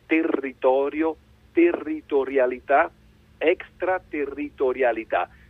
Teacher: C'è la T che frena, la R che prolunga e la T che frena ancora e poi un'altra R.